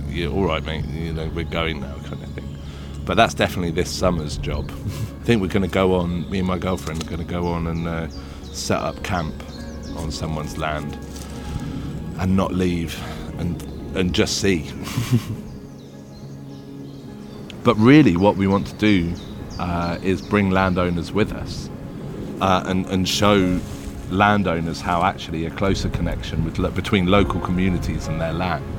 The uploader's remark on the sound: In A Life More Wild we walk and talk in the countryside with fascinating people.